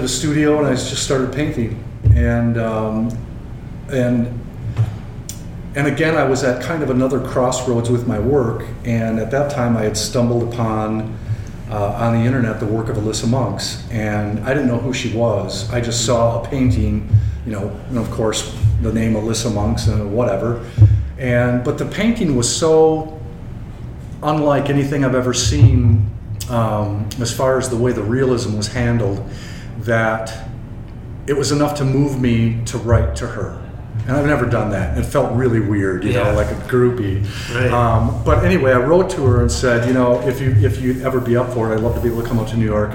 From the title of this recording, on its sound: Live at Daly's